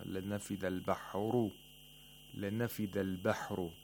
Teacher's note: Again, the ra has tafkhim because the ra has a dhamma.